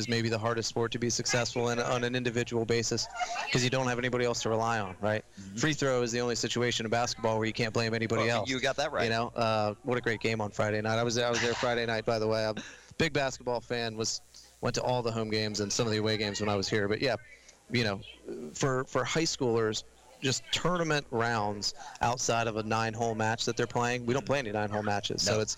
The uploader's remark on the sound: Recorded live at Sports Page Grille in Ashland, our live, local sports talk show on 102.9 The Mater from The RVA Sports Network.